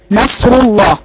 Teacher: هي نون مفتوحة يعني صوت الحرف هي متصاعد لأعلى. ولكن باعتدال، نصر الله. التفخيم سبب الوقوع التأثر بالصاد المفخمة التي بعدها.